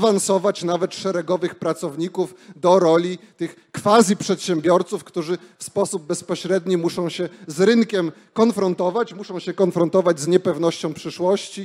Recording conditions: live audience